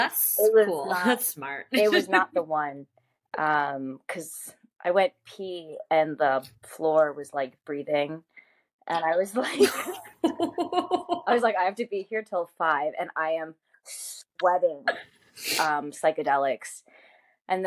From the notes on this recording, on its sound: The technical difficulties made this episode challenging